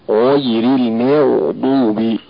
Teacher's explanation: ترقيق الميم من تفخيم الغين والضاد في المغضوب، فيقرأ هكذا: غير المغضوب.